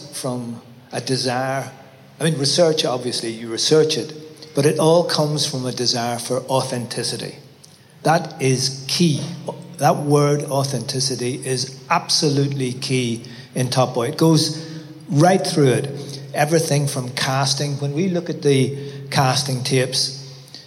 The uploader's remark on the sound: In this panel conversation we hear from Top Boy’s top table. A live recording from Top Boy Live, a day of talks and workshops supporting the next generation of British talent in film, TV, music and beyond.